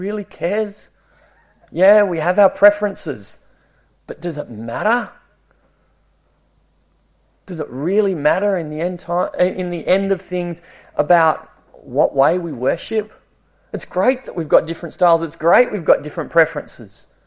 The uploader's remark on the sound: It was preached at Esperance Church of Christ